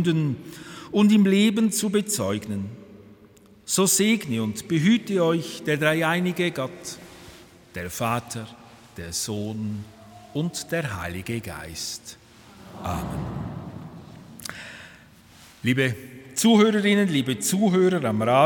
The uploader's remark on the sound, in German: Römisch-katholischer Gottesdienst aus der Kirche Leuggern AG. Zum Festtag singt der Kirchenchor.